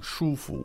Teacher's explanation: Good, first and second tone.